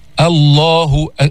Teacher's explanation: لام لفظ الجلالة هنا مفخمة، بس ما في داعي تفخم الهمزة قبلها.